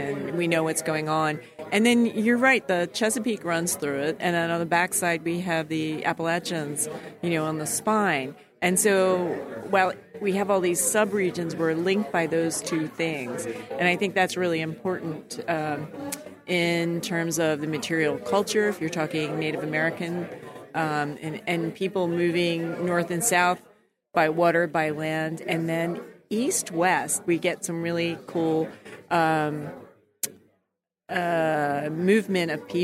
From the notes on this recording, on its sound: Interviews from the 2019 Mid-Atlantic Archaeology Conference. Went to the 2019 MAAC and he brought his microphone! Listen to some great interviews from a diverse crowd.